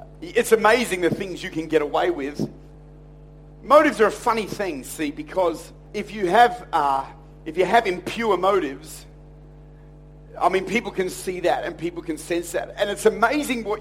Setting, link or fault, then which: setting, large echoing room